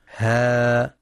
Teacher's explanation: ها، حركتان فقط لأنها من حروف حي طهر، تمد بمقدار حركتين فقط